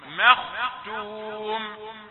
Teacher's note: ميم رقيقة خاء مفخمة